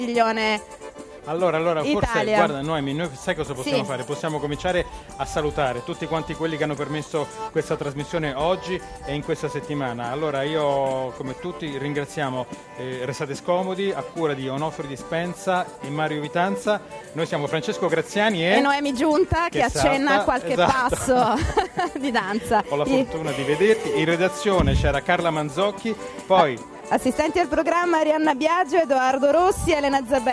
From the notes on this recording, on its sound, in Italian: In diretta da Expo 2015.